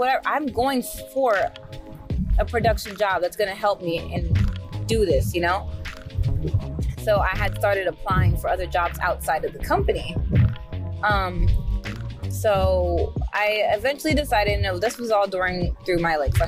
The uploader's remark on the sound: Sorry for the audio quality in this episode, I was in my car.